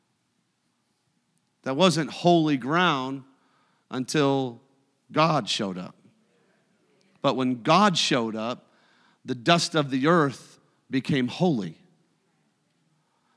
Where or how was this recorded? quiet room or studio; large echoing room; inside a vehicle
large echoing room